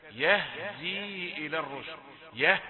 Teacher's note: حرف الهاء حرف ضعيف، لابد أن يقوى بالنفس